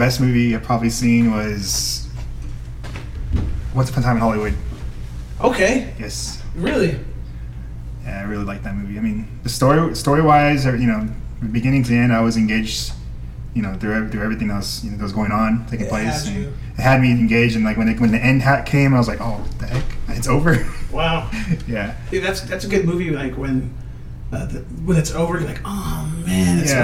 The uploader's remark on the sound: bad audio